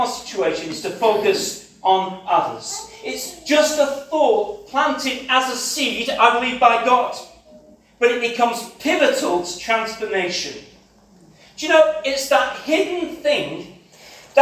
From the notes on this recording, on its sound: This sermon was preached. At CCM Ladybarn.